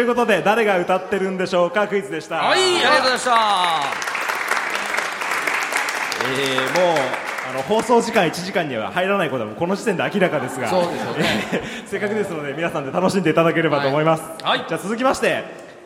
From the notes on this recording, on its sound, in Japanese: 公開収録ほぼノーカット版。最初で最後の公開収録のほぼノーカット版です。大盛り上がりの会場の雰囲気を余すところなくお伝えしたかったのですが。